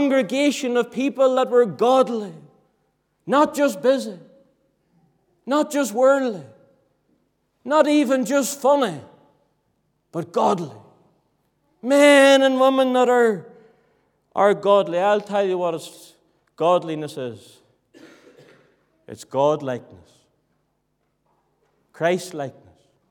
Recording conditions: large echoing room